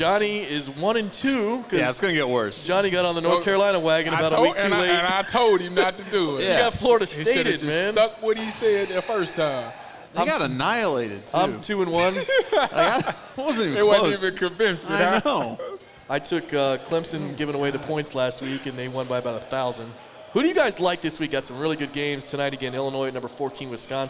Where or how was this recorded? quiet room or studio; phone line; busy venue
busy venue